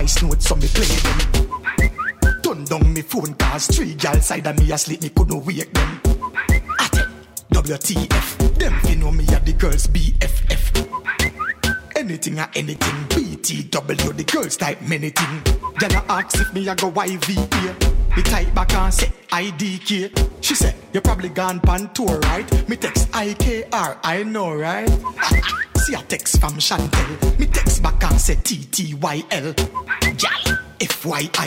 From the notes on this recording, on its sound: on location at the Sugar Shack Tattoo Parlour